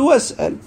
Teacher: هذا اللي لو بتحط همزة الوصل اي اسأل في ابتداء الكلام بس اذا جبتها في الواصل بتقول واسأل تسقط الهمزة